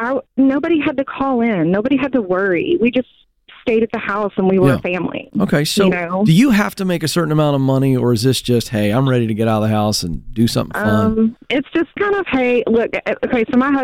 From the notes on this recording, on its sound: A Live Coaching Call